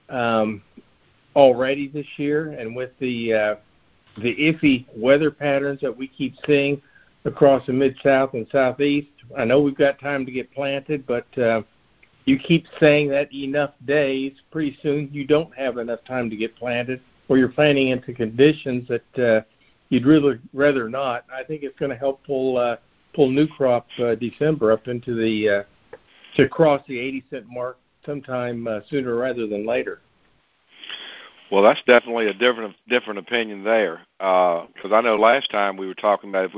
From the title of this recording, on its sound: Monthly Conference Call